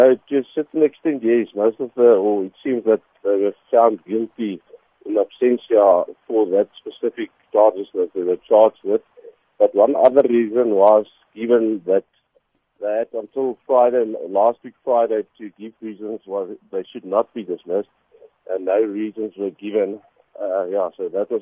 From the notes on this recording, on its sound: SAfm. We are now joined on the line.